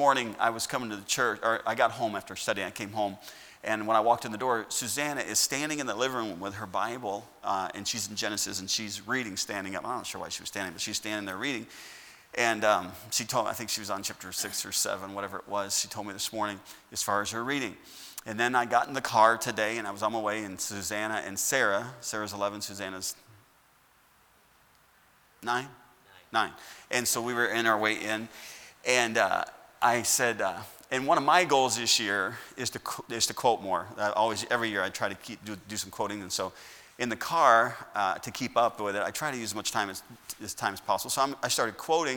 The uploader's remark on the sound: At Heritage Baptist Church, Lawrence Kansas on Sunday SS, January 3rd, 2021.